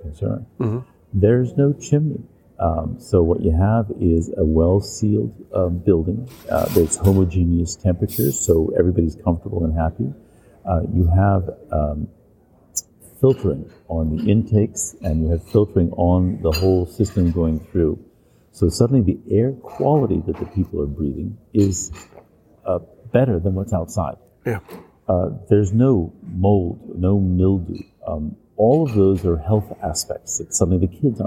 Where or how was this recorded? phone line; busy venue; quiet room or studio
busy venue